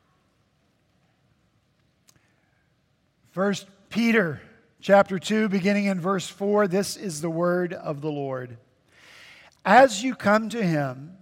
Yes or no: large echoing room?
yes